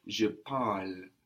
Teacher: you kind of half hear the E here, because it's quite hard to finish on an L, so it's je parle.